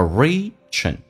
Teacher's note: Rich 跟 and 有一个连音 and 可以说话成 N